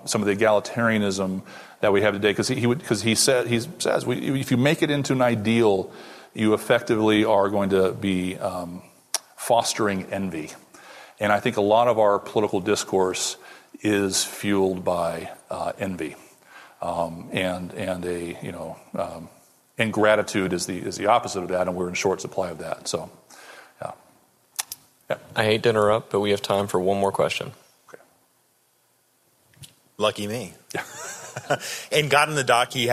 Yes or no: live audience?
yes